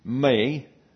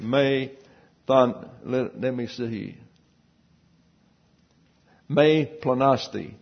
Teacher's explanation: So verse 16 begins with a negative, may, that's M-E, that's a long E, the eta is pronounced like a long A